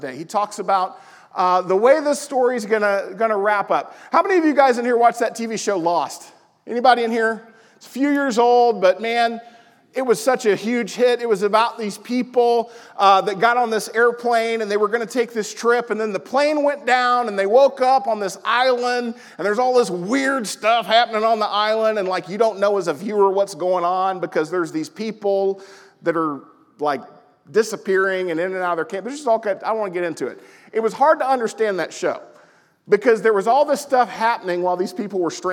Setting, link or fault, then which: setting, large echoing room